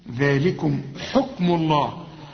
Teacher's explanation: مدام الميم مضمومة او اي حرف مضموم او مفتوح وبعده لفظ الجلالة بنفخم لفظ الجلالة